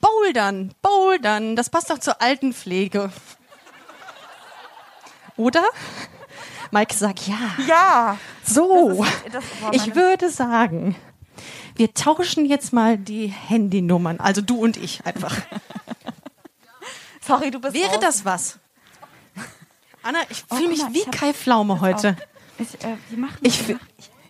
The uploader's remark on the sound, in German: Busenfreundin LIVE aus Essen